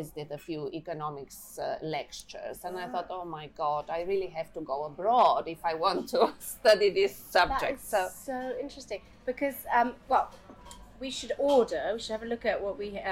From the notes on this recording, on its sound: for a spot of Italian food at La Famiglia restaurant in Chelsea